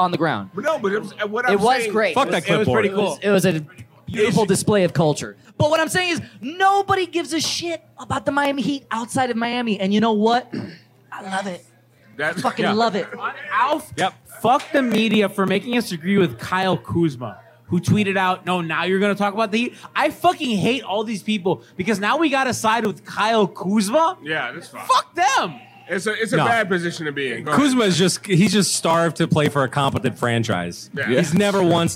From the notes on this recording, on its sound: LIVE Duffy's Watch Party. This was recorded LIVE at our watch party in Duffy's North Miami Beach. Audio and video may not be our best, but we had fun.